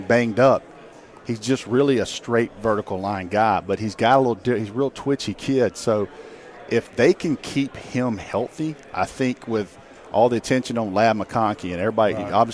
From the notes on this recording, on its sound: joined us live from 2023 SEC Media Days!